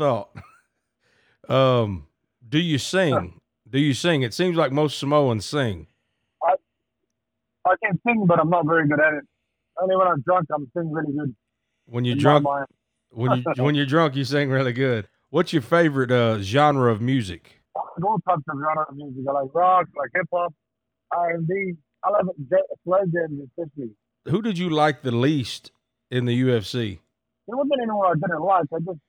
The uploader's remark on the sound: The phone call is from Australia to the USA so it sounds a little rough at first, but it straightens out quickly after the intro.